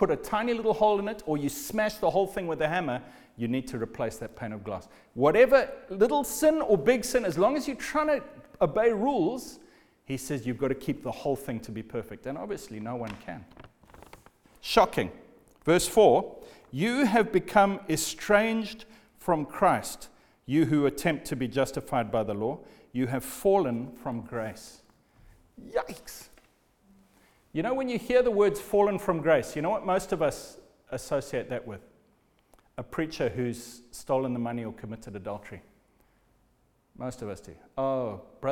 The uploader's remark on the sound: Recorded at the Lighthouse Bible School